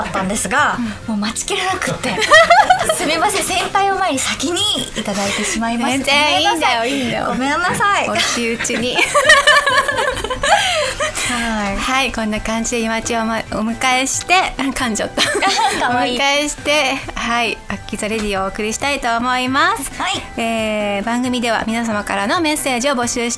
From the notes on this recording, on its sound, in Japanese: 公開収録